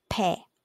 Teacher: if you are going to say the word for foot, like pé, it's open